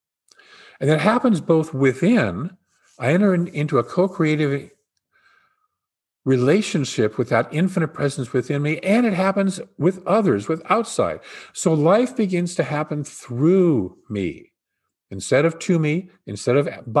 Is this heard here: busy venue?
no